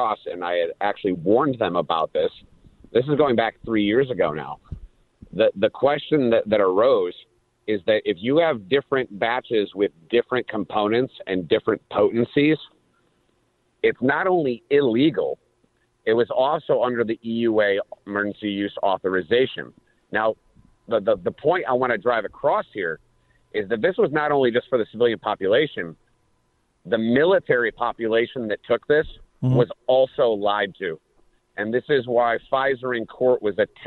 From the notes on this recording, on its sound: take phone calls